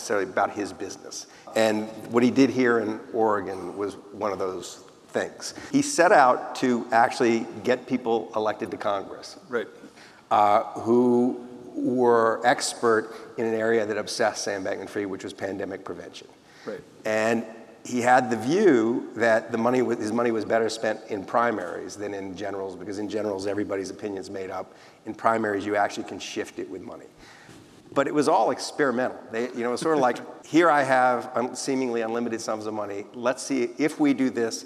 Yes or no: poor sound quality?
no